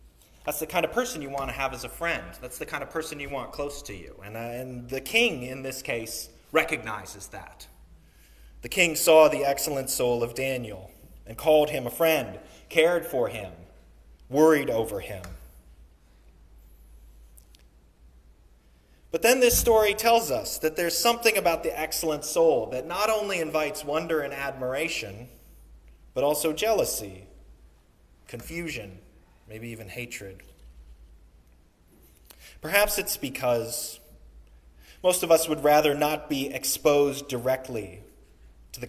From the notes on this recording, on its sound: Sermon recorded on the Third Sunday in Lent